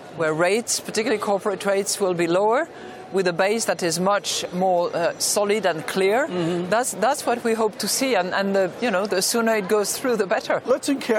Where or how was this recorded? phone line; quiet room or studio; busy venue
busy venue